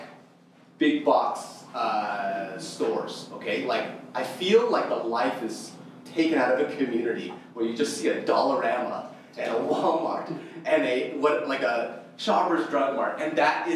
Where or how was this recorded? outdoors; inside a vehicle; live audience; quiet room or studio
live audience